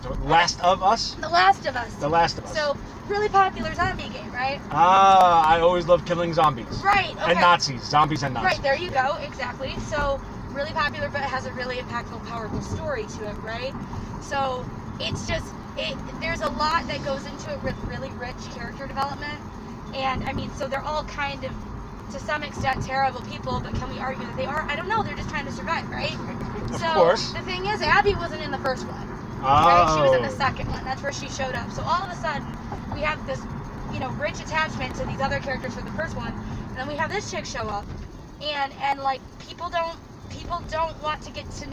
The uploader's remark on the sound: No Longer Apart is recorded in a Model S Tesla rideshare in NYC. No one expects the worlds only Tesla mobile podcast studio to show up as their Uber or Lyft. Each live audio recording is then paired with 4K driving footage from a camera mounted on the car.